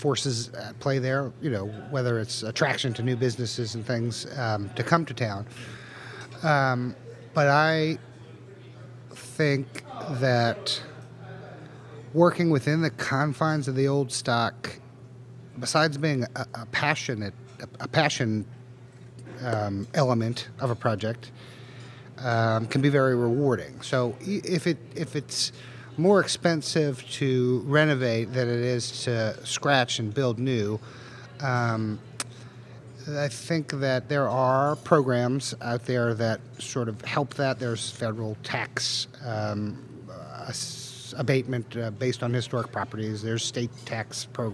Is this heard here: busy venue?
yes